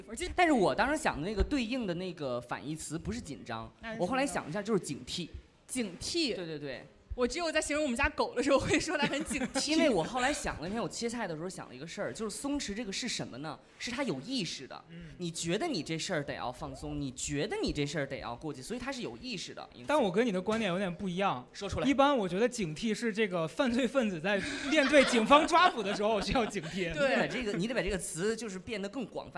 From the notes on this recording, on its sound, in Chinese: 本期的节目就是上周六我们在线下举行的一周年录制活动